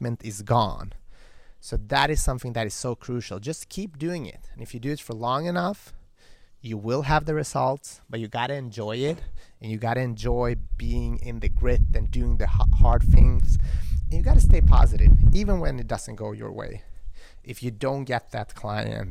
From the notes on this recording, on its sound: Balancing on the edge of an infinity pool in Hollywood Hills. It was a little bit windy so please forgive me for any wind in the microphone.